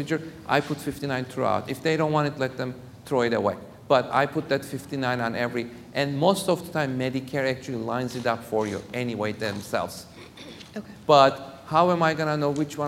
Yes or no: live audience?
yes